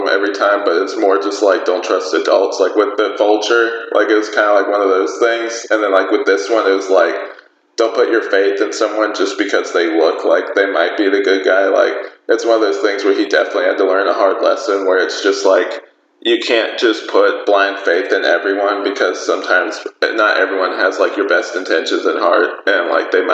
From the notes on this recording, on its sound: Sorry for any audio issues